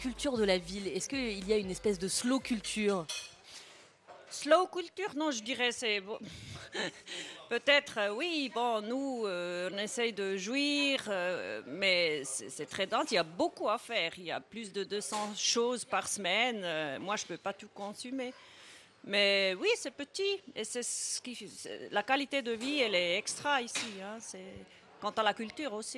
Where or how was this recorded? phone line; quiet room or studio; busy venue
busy venue